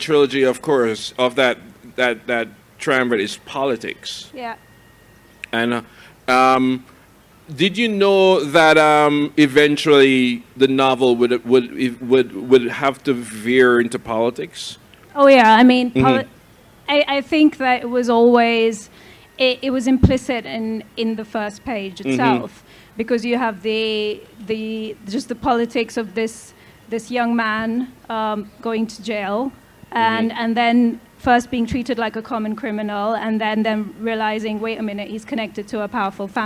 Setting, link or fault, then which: setting, live audience